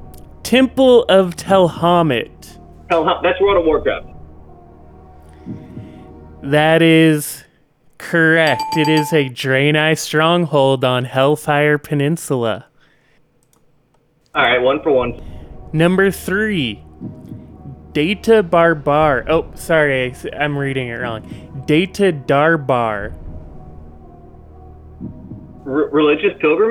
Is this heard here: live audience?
no